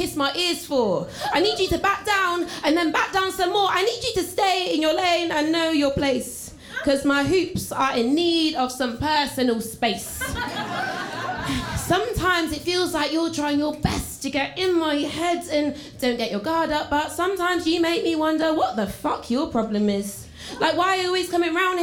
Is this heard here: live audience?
yes